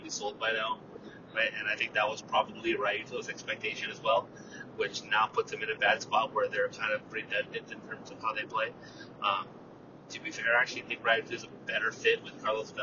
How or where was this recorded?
inside a vehicle